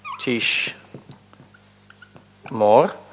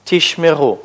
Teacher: вместо о у нас здесь появляется шва · Shown in: second take